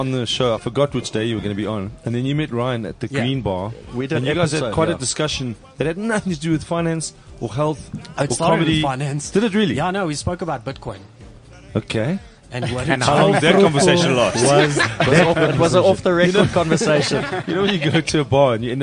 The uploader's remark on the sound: Then the entire line-up of comics from the Fullstop Cafe gig arrive and cause the most chaotic fun we’ve ever had in a Garden Centre.